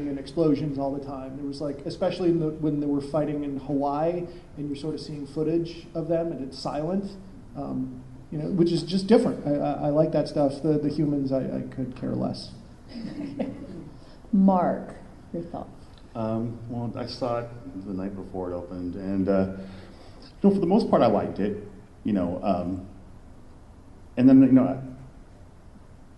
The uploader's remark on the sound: Tapes before a live studio audience.. By studio I mean convention crowd. Stan Lee’s Comikaze in Los Angeles California.